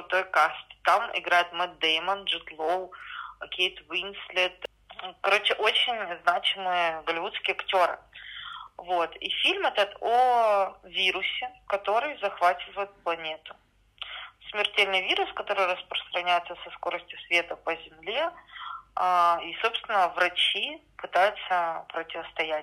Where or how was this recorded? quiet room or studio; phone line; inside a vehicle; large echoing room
phone line